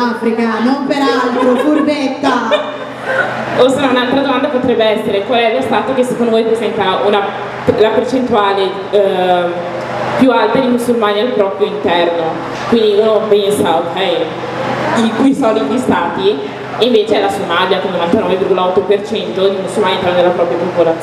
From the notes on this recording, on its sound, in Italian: Si tratta di un festival tenutosi a Milano. Abbiamo avuto la bella opportunità di gestire un episodio dal vivo.